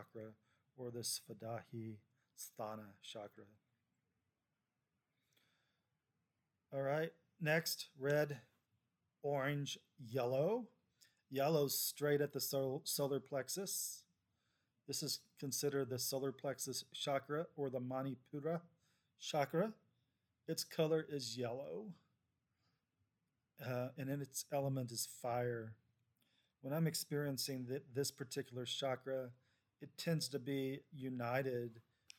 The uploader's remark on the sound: If the sound is too low, let me know.